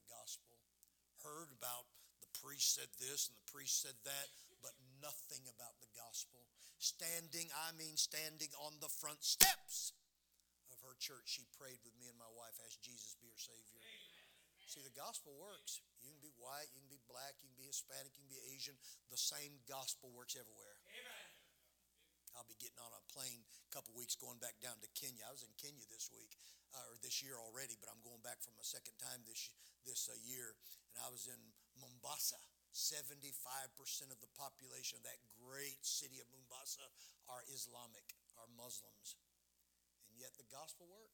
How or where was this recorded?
large echoing room